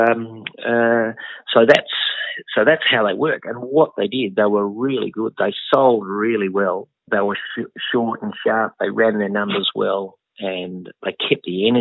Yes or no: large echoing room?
no